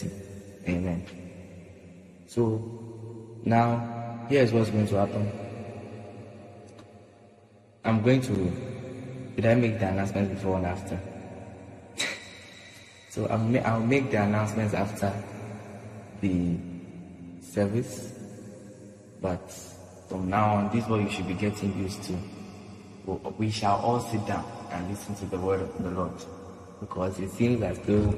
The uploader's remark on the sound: Preached at The Midweek Service, LIVE at the Love Arena Church, Accra - Ghana.